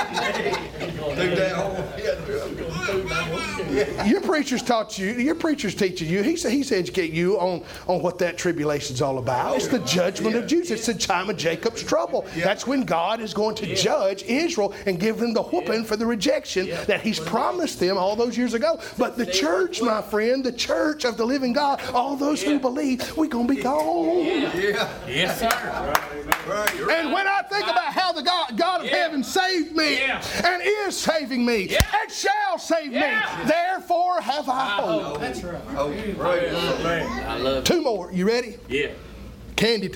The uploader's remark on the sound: was preached October 31, 2021 at Triumphant Baptist Church in Athens, TN.